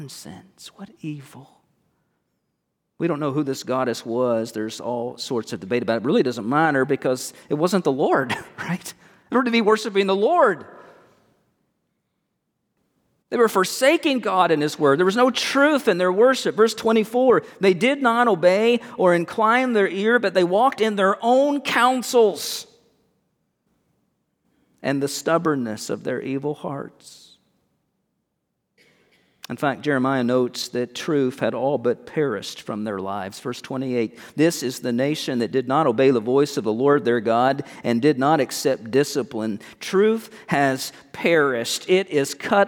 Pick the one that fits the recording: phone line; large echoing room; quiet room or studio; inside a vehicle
large echoing room